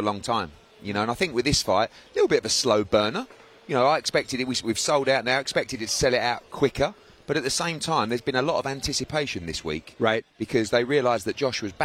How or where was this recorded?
busy venue